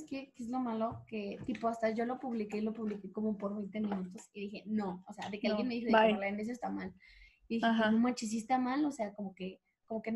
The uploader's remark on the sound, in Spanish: tuvimos algunas dificultades para grabar